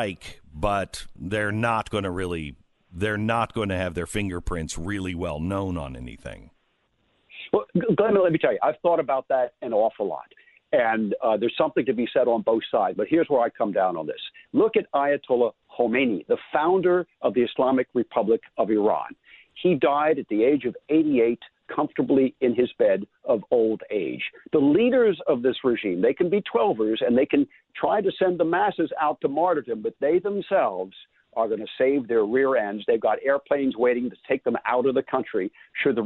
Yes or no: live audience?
no